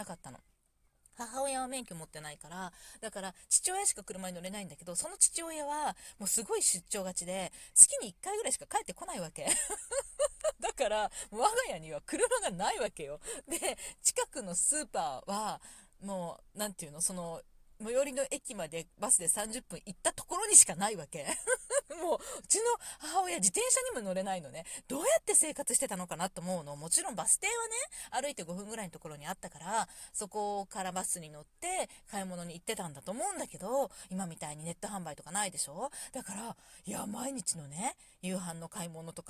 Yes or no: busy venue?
no